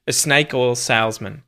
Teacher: The word A is going to turn into a schwa